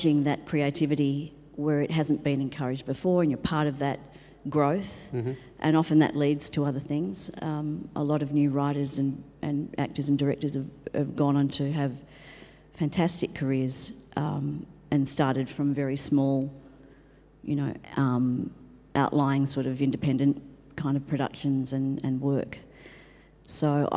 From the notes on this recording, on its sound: This was our first attempt at doing a podcast LIVE!! Whether I could keep the style of conversation going in front of an audience. It was great to feel the vibe in the Great Hall.